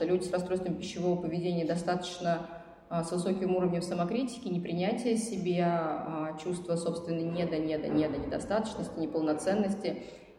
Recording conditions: busy venue